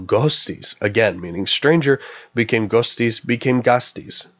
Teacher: Non-high back vowels, so o, and its long and overlong variants, and a, ah, and its long and overlong variants, were merged.